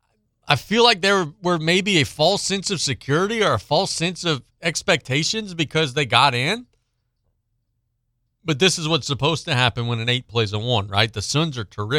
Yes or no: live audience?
no